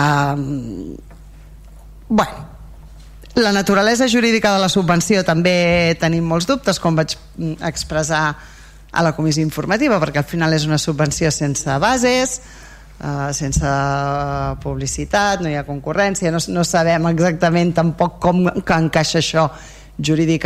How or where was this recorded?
large echoing room